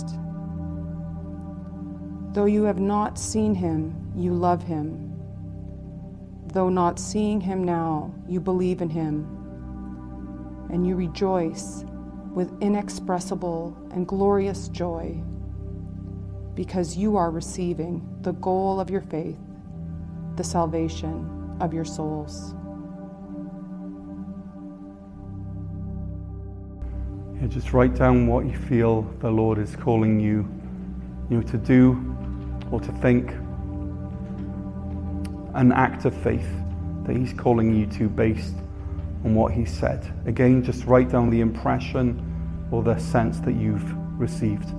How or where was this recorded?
large echoing room